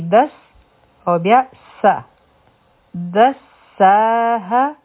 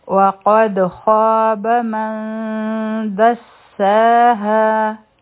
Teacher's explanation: دال به د سین سره یوځی شي او دلته به دوه ځله سین ویلی کیږي